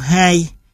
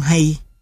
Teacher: Trong tiếng Việt, ví dụ A trong hai dài hơn A trong hay. · Term: độ dài